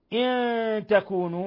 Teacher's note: نون ساكنة جاء بعدها التاء، الحكم التجويدي إخفاء حقيقي